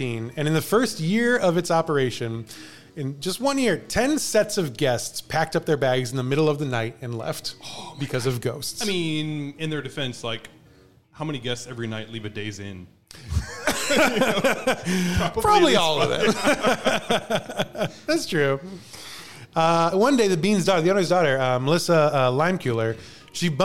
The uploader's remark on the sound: Live from Pinckney Bend Distillery. We recorded a live episode about a haunted Missouri winery, so it's like a spirits-based episode recorded about spirit spirits at a place full of spirits.